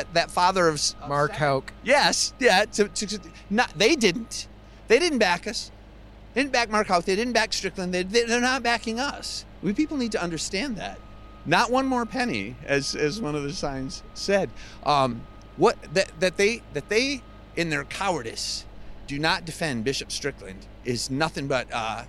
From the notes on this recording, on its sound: Hundreds rally outside USCCB assembly. This exclusive on-the-ground report outside of the November 2023 USCCB Assembly.